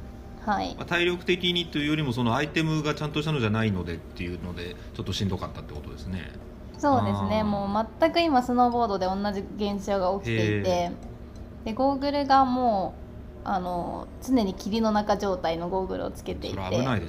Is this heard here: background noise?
yes